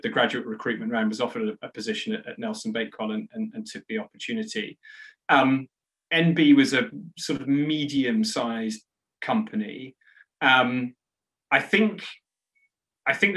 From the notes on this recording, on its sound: This podcast is a recording of a Beyond Radley event - virtual talks by experts from the Radley community.